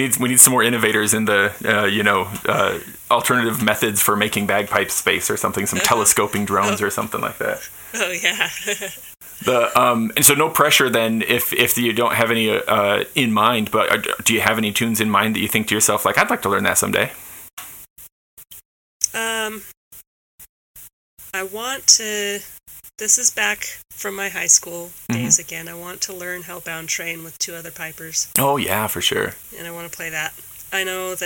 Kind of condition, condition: fault, poor sound quality